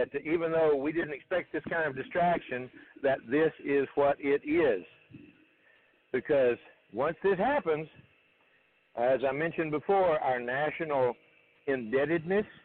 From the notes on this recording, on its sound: TNTSuperfantastic Conference Call